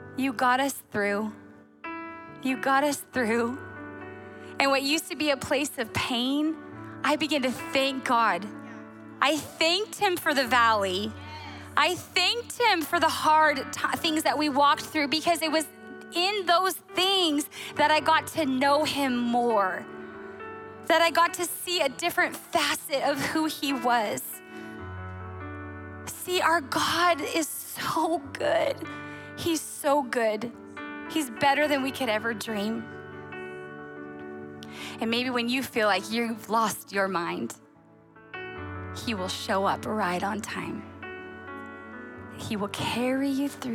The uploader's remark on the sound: Recorded on December 10, 2023 at Capital Church in Meridian, Idaho.